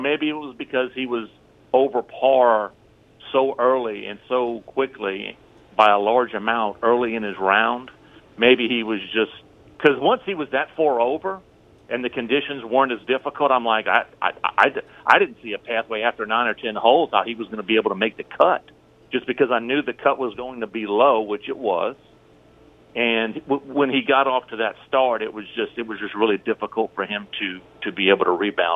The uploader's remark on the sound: On the phone lines